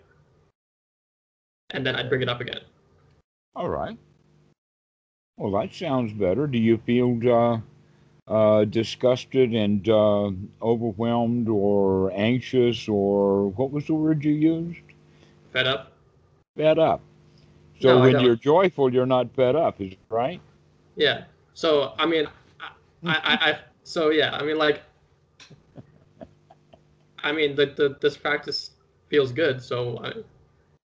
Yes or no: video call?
yes